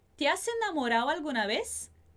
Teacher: a gente vai juntar esse S então com o E de enamorado